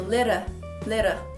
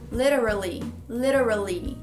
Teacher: Então a minha primeira dica de pronúncia é o LI tem som de le, le. O TE vai ter um som de R, RE, vai ficar r, r.